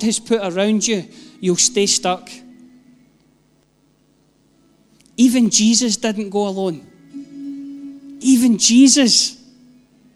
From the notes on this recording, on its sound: Live from our ONE Church Sunday gathering 19/06/22